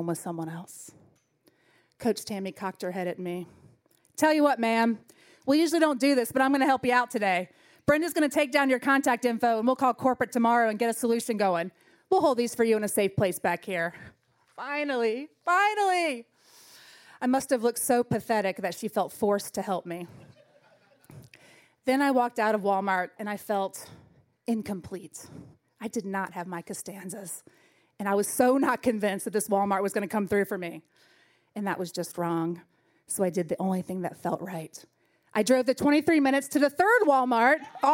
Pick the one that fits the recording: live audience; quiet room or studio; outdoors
live audience